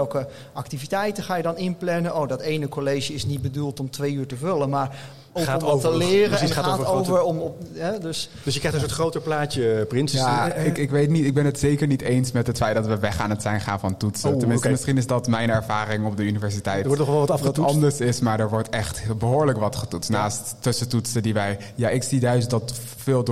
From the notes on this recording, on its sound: De podcast werd live gestreamd tijdens het congres. Tijdens de podcast stelt het publiek vragen aan de hand van stellingen.